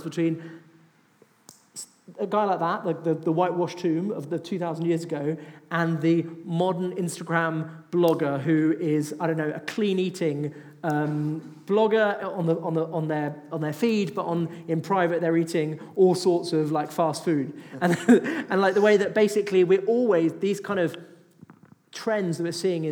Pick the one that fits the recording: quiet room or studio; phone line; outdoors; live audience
live audience